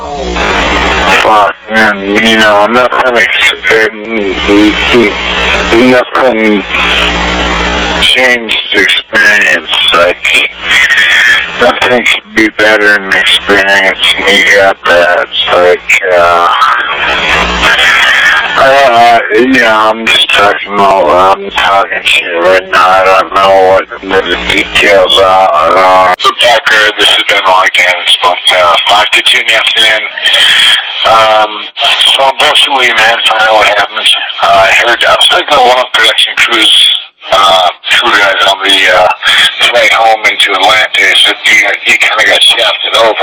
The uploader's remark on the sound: THE FULL CALL WITH AMBIENT BACKGROUND NOISES. YOU CAN HEAR SOMEONE OFF TO THE SIDE AND NOISE IN BACKGROUND LIKE DRAGGING SOMETHING. THE AUDIO IS NOT TERRIBLY CLEAR AT POINTS. CLIP NUMBER 5 IS THE ORIGINAL PHONE CALL IN ITS UNEDITED FORM. AMBIENT BACKGROUN NOISES AND THE SOUNDS OF DRAGGING ON THE FLOOR OF SOMETHING. NOT TOTALLY CERTAIN DUE TO AUDIO NOT BEING PRISTINELY CLEAR.